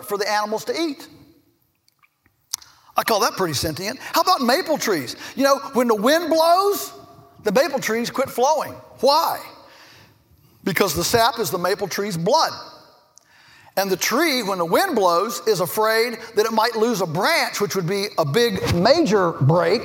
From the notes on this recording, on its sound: In this episode, we're bringing you a plenary speech. Which was delivered as part of Acton University 2015.